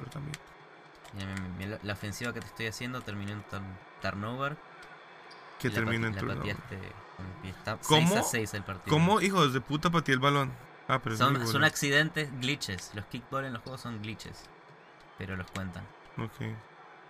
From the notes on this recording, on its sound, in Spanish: Decidimos jugar a la Play mientras grabamos el episodio.